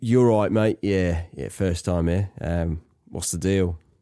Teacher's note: adopted a more colloquial accent. You know, one full of glottal T's and H-dropping phrases